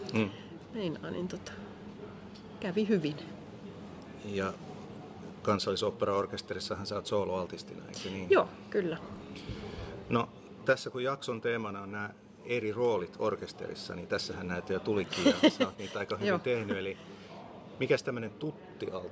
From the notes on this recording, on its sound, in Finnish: Äänitetty Musiikkitalon kahvilassa